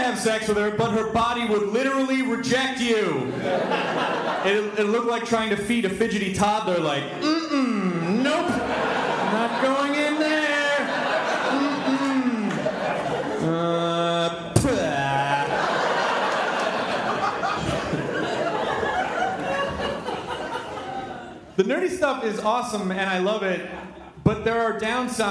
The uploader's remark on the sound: Joined us for our very first live podcast! This was recorded at Largo in Los Angeles. In front of a kick-ass crowd of delightful humans. We made it a little longer than a normal podcast by incorporating live performances and taking Q & A from them at the end.